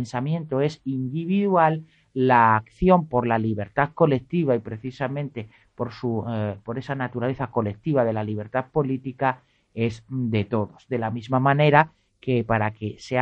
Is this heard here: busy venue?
no